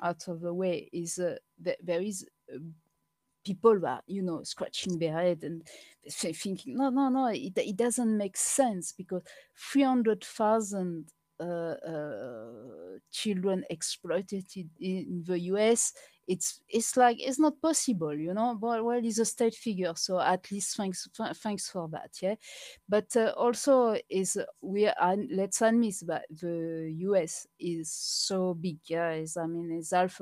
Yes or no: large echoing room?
no